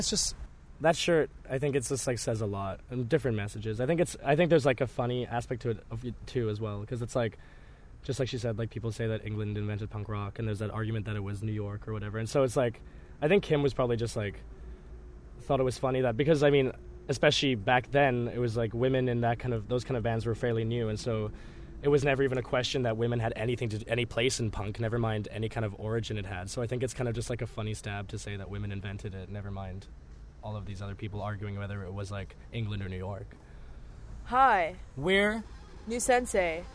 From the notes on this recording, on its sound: outside the Biltmore in their tour van